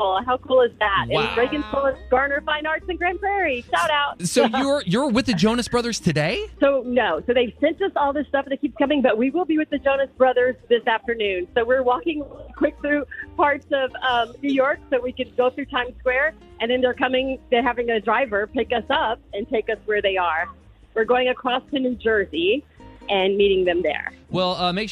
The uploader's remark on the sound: Listeners call in to share their recipes as well. On 94.9 KLTY!